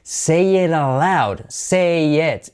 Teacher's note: esa T de te say it se convierte en una R suave